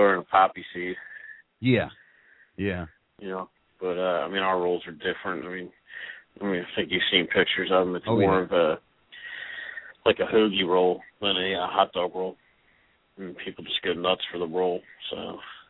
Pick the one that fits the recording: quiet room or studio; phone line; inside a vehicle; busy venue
phone line